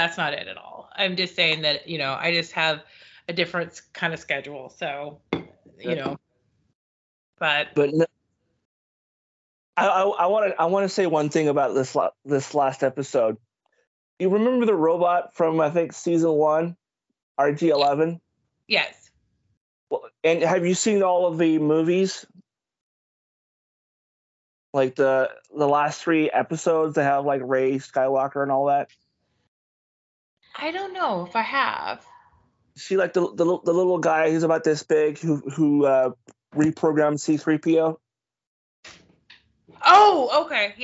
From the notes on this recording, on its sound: skype call turned into podcast episode